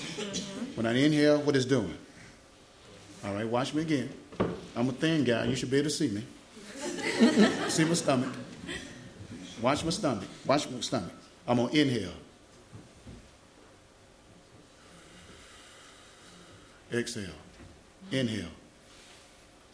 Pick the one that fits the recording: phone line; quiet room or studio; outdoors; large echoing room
large echoing room